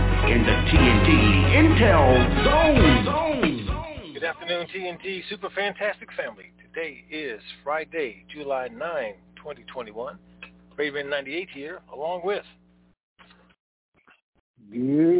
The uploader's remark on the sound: Conference Call